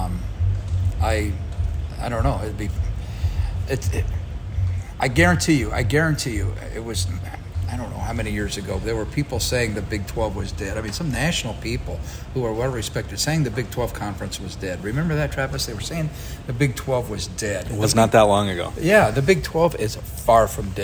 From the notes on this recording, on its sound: Live from Big 12 football media days. AT&T Stadium in Arlington, Texas, site of the annual Big 12 football media days.